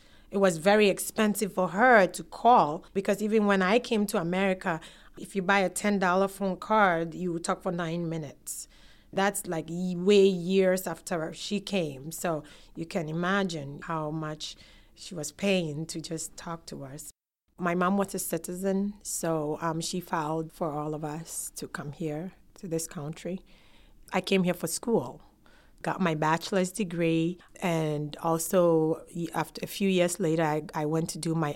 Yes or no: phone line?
no